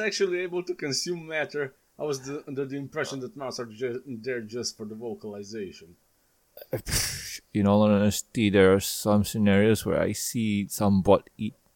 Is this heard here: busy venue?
no